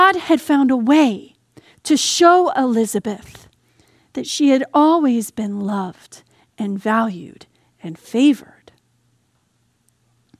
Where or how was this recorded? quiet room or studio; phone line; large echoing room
large echoing room